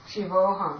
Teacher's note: You have a, followed by the sarga, followed by a. The a and the sarga change to o.